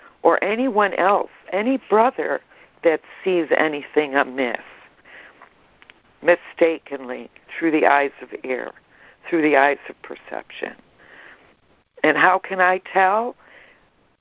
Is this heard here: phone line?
yes